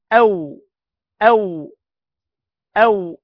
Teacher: الواو تخرج من الشفتين مع امتدادهما